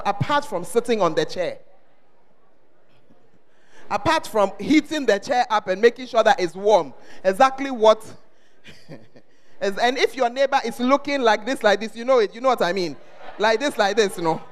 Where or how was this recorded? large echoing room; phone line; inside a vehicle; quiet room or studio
large echoing room